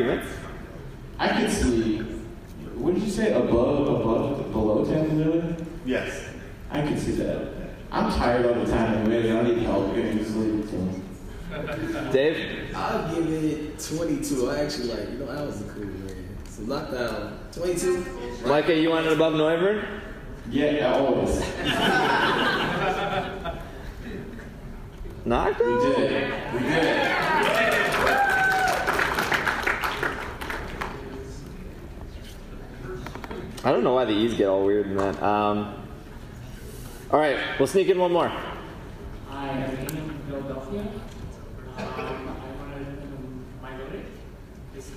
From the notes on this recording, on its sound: Live from PAX East 2018. Presented at PAX East, the audience helps create a list of the best Pokémon and why. Due to this show being recorded live, the audio does not represent the full production of how ISE is normally recorded. This show did have audio issues and this was what was saved.